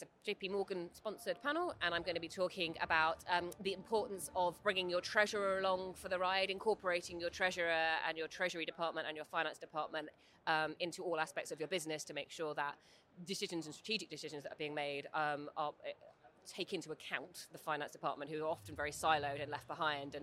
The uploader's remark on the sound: On the road at Money20/20 in Amsterdam